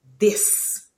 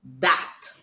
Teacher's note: the voiced TH is replaced by a D.